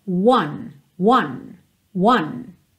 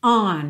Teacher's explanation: Então, o número um, one, ele tem um começo fechadinho, é quase como se você partisse de uma letra U, olha só, one, one, one. Já a preposição on, você já faz o formato mesmo do O, on, só que ele é super nasal, é mais aberto, não é uma letra O, O, O, O, é on, on, tem esse A, aqui, A, on, on.